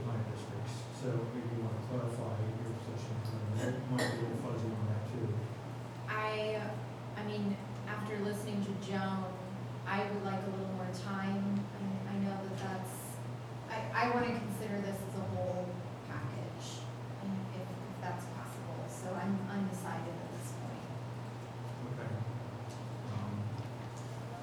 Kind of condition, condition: setting, large echoing room